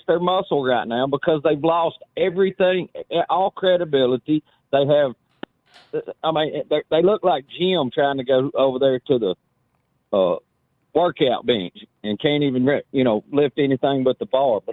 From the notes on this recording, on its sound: We finish up this Tuesday show with an hour of your phone calls